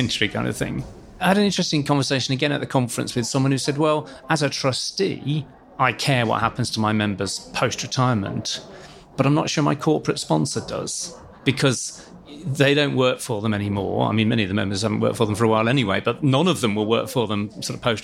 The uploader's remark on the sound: On the road - PLSA day three pt. 2. Recorded live at the annual PLSA conference in Manchester!